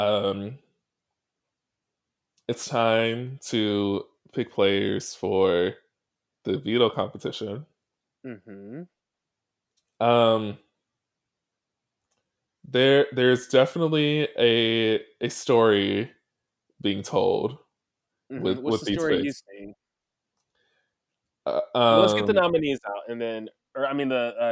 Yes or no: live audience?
no